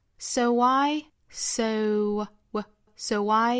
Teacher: 后面的 so 和 I 之间呢可以做连读，加一个小小的 w.